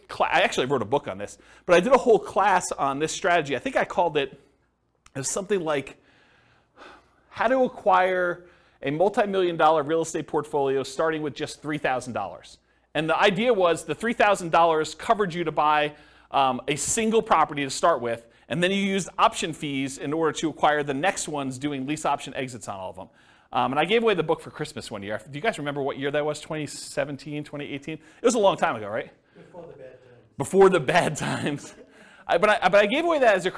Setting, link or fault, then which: setting, live audience